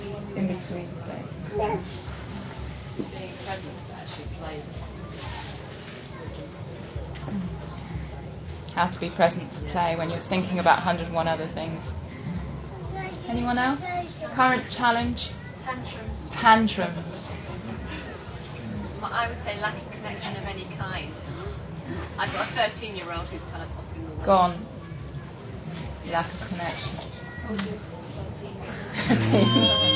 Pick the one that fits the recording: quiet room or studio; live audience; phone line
live audience